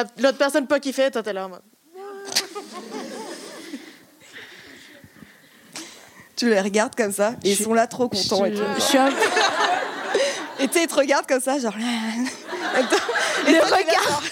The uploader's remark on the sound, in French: Épisode enregistré en public à l'occasion de la soirée de lancement officiel du jeu Discultons.